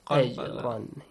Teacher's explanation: Jim is ساكين. It should be pronounced with an echoing sound, yes? أَجْرًا.